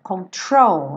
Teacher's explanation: A sílaba tônica é a segunda.